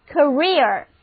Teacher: 注意重音放在第二个音节上